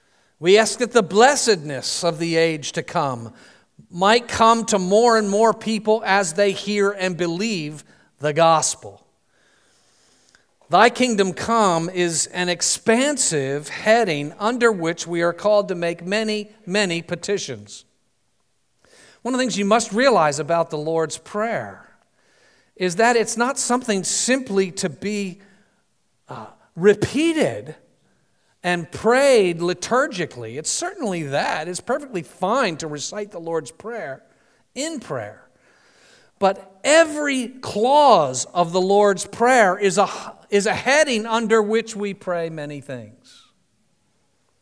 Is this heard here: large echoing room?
yes